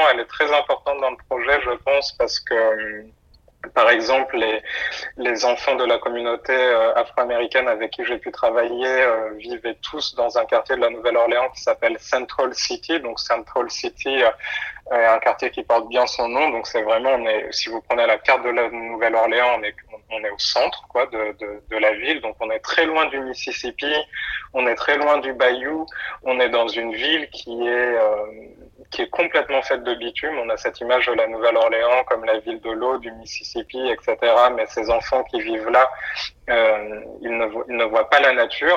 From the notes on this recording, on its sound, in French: Par téléphone entre Marseille et Paris.